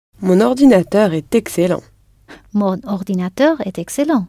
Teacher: you can hear the N of mon because ordinateur begins with a vowel